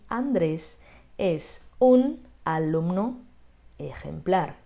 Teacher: Andrés, o A bem aberto.